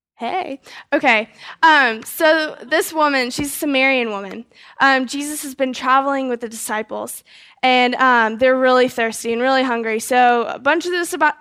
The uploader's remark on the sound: GoldRush 2011 Seminar - Fellowship Hall E/F